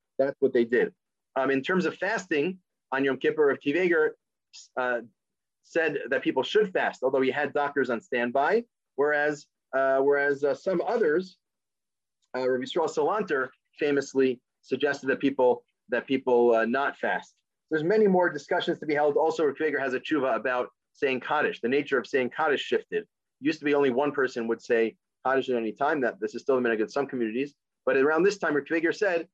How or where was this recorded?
video call